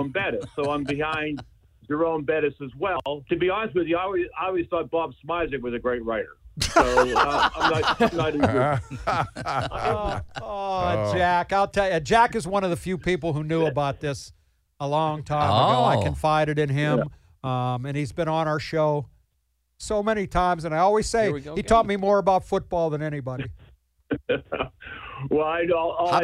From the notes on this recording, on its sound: called in so give his congratulations